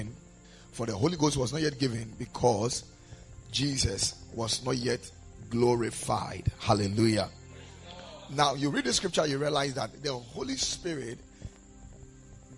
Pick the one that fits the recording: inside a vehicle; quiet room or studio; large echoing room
large echoing room